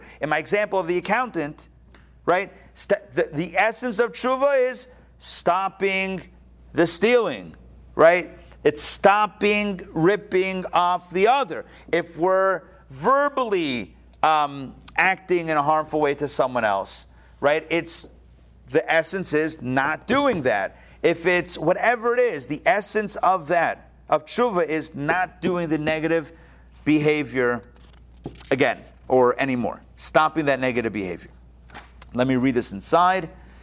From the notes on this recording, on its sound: Recorded live at the Intown Jewish Academy on April 27, 2022